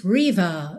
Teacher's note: O que ocorre é um prolongamento da vogal anterior. E isso é uma característica típica do sotaque britânico, então é bacana também você ir se familiarizando com isso.